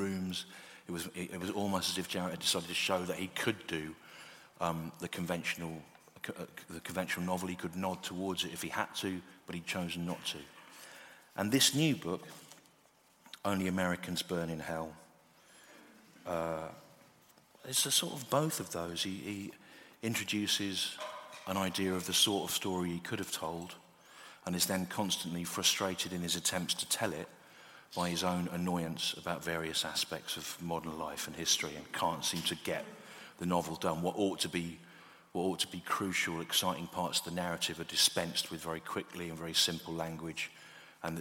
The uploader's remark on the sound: Recorded live in London in April 2019.